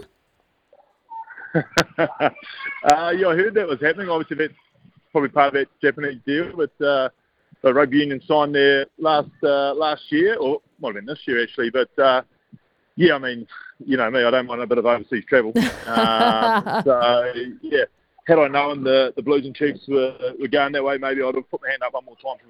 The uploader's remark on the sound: live from Australia Zoo